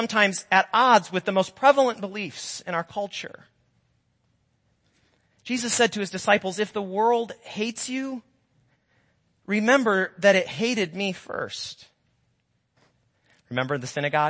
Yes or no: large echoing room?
yes